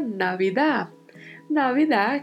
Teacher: V com leve som de B